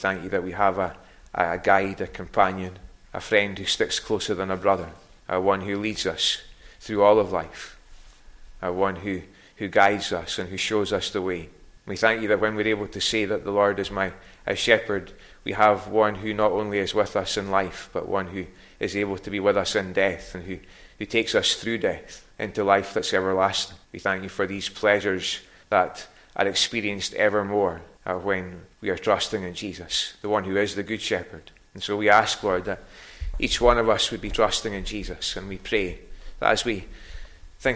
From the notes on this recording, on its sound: recorded at North Harris Free Church on the evening of Sunday, 22nd October 2023